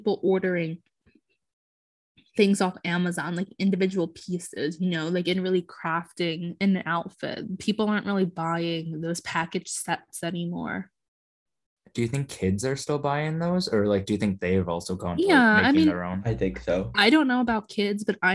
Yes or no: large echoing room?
no